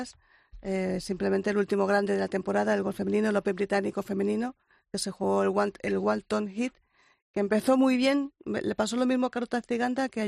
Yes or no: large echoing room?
no